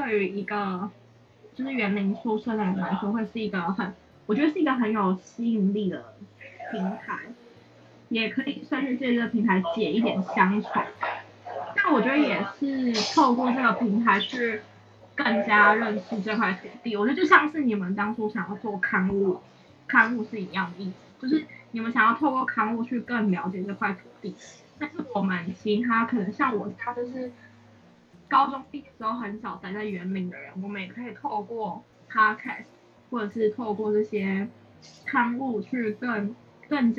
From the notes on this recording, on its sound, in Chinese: 此集為線上錄音